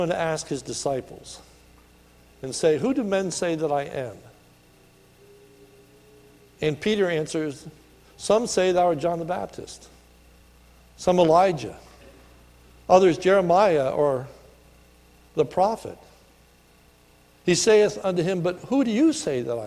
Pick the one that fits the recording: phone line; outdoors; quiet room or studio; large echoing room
large echoing room